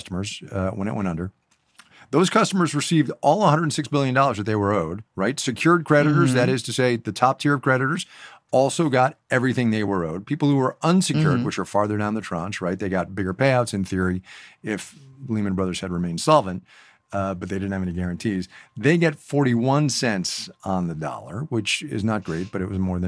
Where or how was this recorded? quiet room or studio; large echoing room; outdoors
quiet room or studio